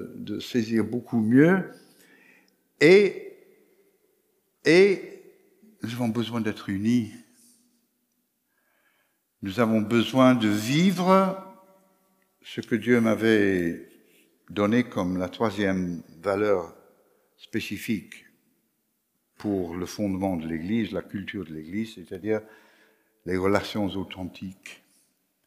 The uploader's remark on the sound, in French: Enregistré à l'église CVV, le 19/09/2021